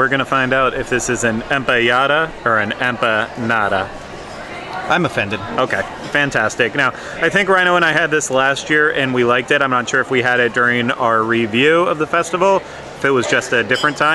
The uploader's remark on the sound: Make their way around the 2023 EPCOT International Festival of the Arts.